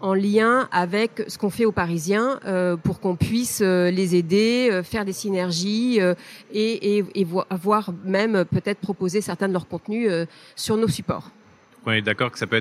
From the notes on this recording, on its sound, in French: CB News, partenaire média historique du salon, a été prendre le pouls de la relance, dans son studio au coeur de ce forum annuel des start-up et de la technologie. Enregistré en direct du salon.